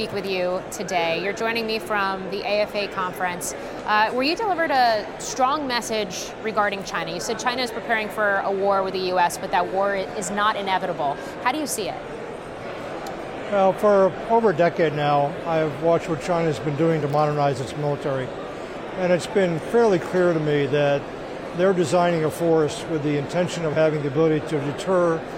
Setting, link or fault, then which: setting, busy venue